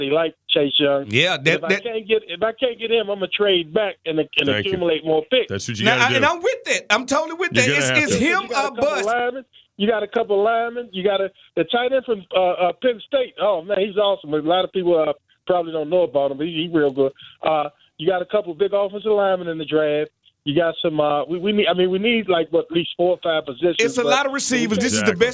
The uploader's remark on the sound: fans call in to give thoughts as well